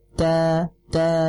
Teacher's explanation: Sedangkan da itu tidak punya sifat hamas.